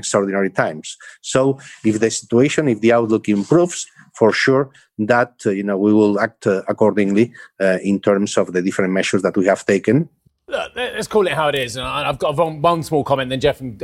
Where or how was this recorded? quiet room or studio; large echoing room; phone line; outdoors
quiet room or studio